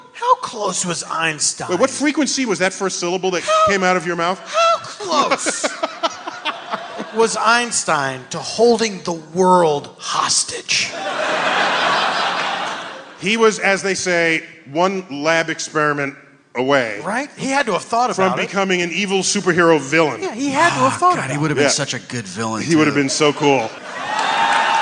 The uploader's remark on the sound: In the second half of our live show at the Neptune Theatre in Seattle.